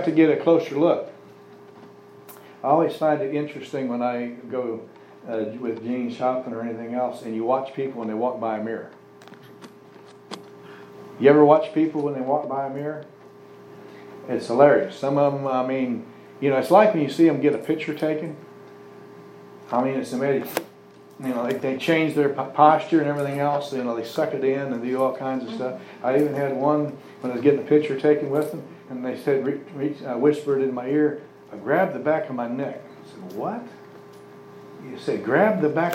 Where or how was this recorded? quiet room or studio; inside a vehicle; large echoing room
large echoing room